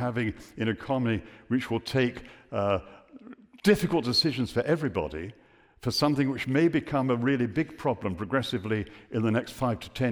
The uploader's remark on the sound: Recorded live at the 2023 Bradford Literature Festival.